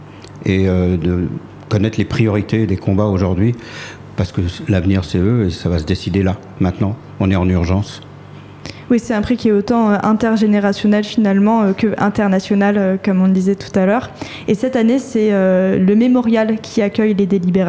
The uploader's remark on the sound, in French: La Méridienne en direct du Prix Liberté.